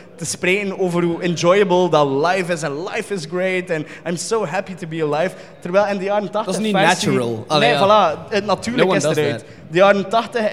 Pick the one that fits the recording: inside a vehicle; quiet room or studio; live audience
live audience